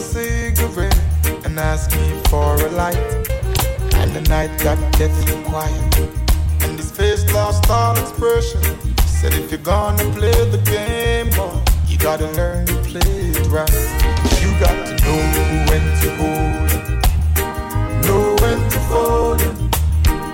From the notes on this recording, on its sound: Reggae Jam Session Live In Houston TX.